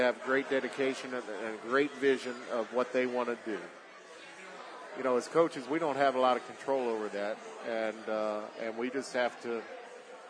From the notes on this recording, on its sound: LIVE from the Recovery Room Sports Bar and Grill